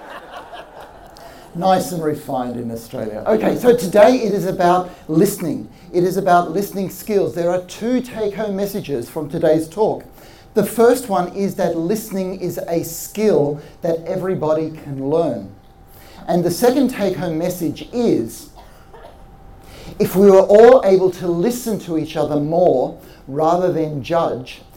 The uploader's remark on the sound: This episode is the recording of a live talk we did in 2019.